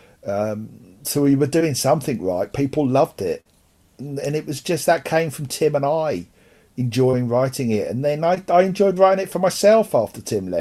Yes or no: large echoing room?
no